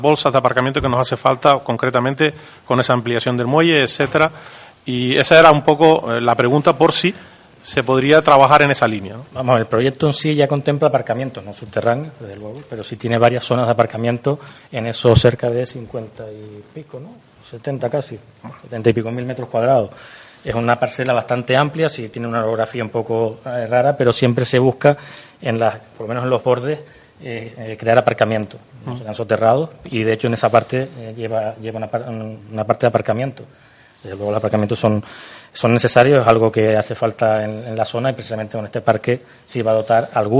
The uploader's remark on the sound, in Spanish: Audio Pleno Extraordinario del día 11 de Octubre de 2019 celebrado en la Casa de la Cultura Benito Pérez Armas de Yaiza